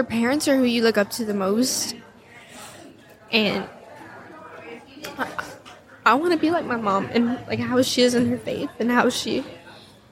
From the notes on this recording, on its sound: Live from Steubenville South